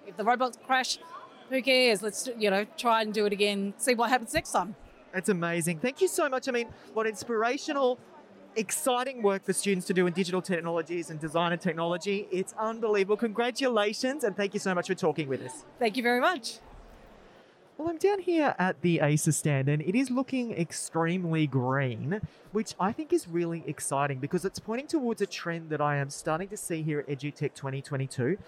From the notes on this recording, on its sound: on location at EduTECH 2022